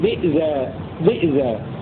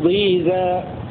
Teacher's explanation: ويهمز ضيزا، أي يقرأ ابن كثير بهمزة ساكنة بدلا من الياء · Shown in: first take · في تلك إذا قسمة بئزا، بئزا هكذا يقرأ ابن كثير.